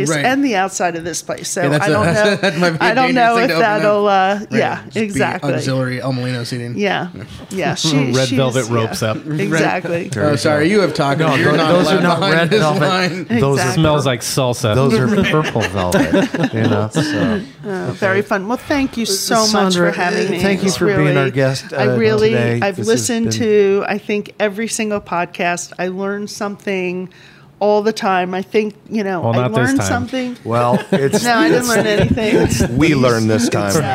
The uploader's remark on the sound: At a live show from her newest creation, The Rhone Room.